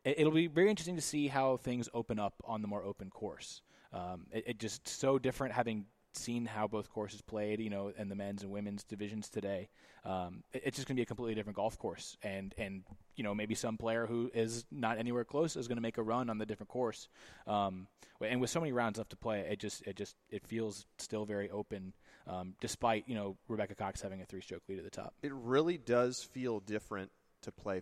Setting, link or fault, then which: setting, busy venue